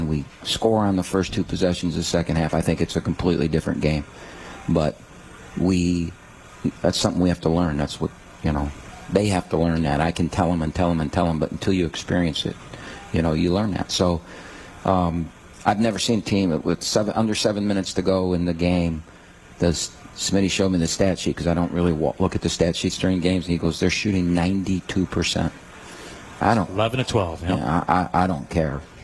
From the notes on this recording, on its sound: live from RJs Pub in Rochester Hills